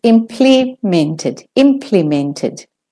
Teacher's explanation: And for the American and the Australian, it's implemented, implemented. The stressed syllable is the im, so that one has to be the longest.